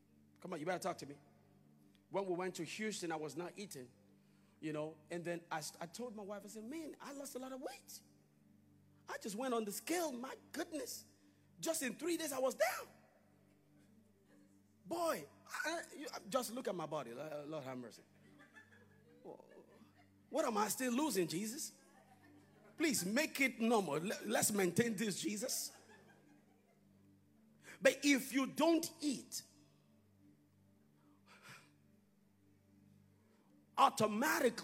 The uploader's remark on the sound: Live at Konnect church.